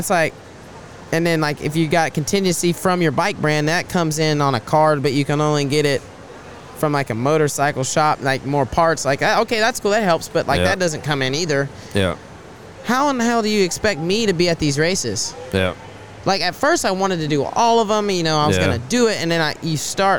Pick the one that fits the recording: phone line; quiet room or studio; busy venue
busy venue